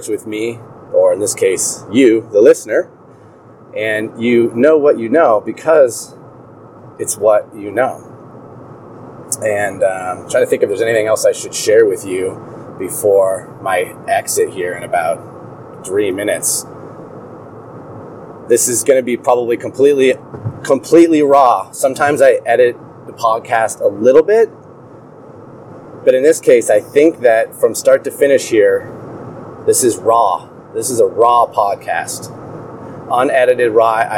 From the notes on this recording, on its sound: records live from Highway I-15 in Salt Lake City, Utah.